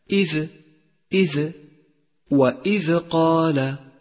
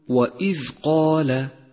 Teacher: انتبه أيها القارئ إلى سكون حرف الذال من كلمة إذ، وإياك أن تقفز عليها فتصير كحرف القلقلة · Shown in: second take · أي هكذا إذ إذ.